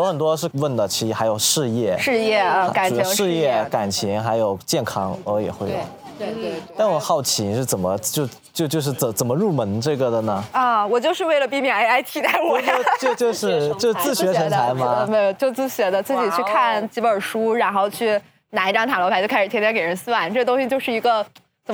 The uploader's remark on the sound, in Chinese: 深夜谈谈播客网络举办的首届「声量The Power of Voice」大型播客线下派对上。面对音轨对不齐、部分声音丢失等不可抗力。